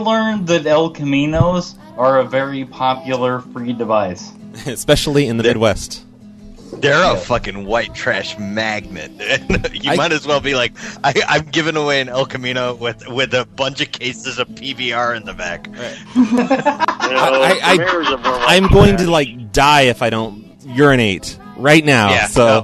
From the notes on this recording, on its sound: Prank Phone Calls